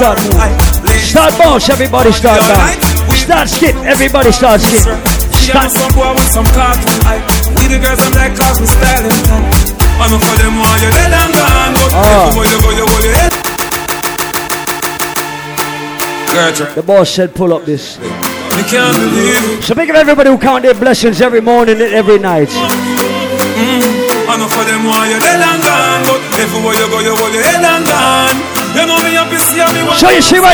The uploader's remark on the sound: LIVE IN THE BRONX, NYC. Segment from the Tranquility Lounge Round Robin in the Bronx, NY on Wednesday, May 11, 2016.